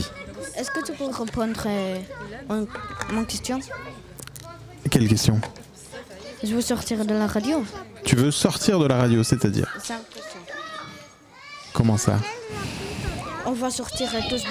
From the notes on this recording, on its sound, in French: Enregistrée le jeudi 17 août depuis la place de la maison rouge. Avec les enfants de l'interstice asbl.